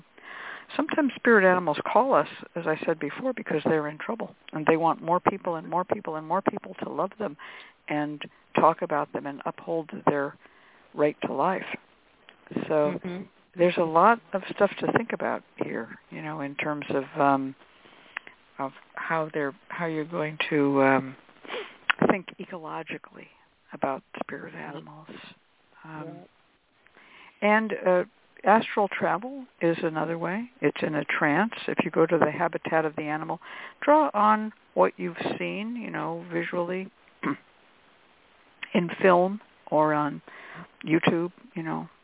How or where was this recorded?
phone line